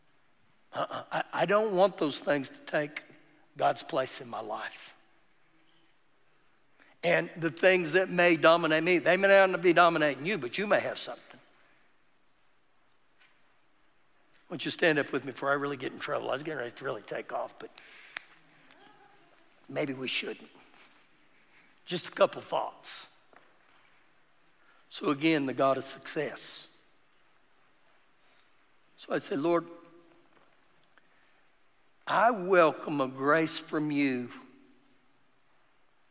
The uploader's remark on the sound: Recorded live during our Wednesday night service